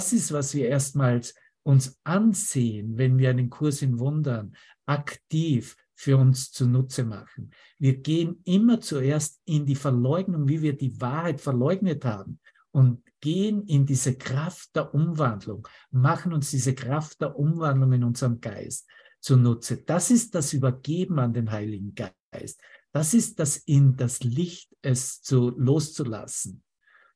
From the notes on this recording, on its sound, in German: Zoom-Session